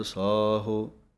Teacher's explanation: ਸੱਸੇ ਦੇ ਕੰਨੇ ਨੂੰ ਲੰਮਾ ਬੋਲ ਕੇ ਹਾਹੇ ਅੰਕੜ ਦੀ ਆਵਾਜ਼ ਦੇਣੀ ਹੈ